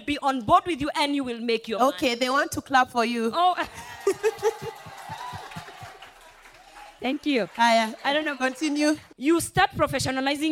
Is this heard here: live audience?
yes